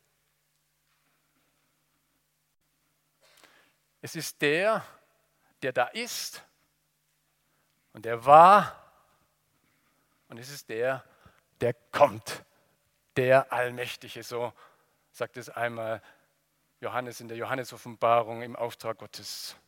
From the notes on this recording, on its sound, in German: aus dem Gottesdienst der Liebenzeller Mission